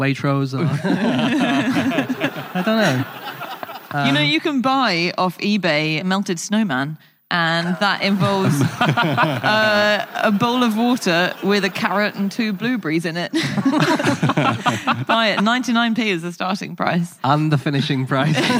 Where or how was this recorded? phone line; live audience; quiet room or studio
live audience